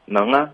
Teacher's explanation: 你这就有一个能的后鼻音连到啊的这个声母了 · Term: 连读